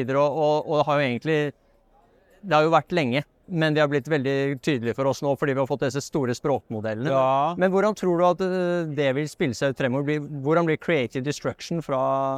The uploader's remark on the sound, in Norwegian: live fra Oslo Business Forum